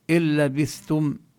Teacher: هنا النون الساكنة تدغم في اللام، لا نلفظ نونا إنما نشدد اللام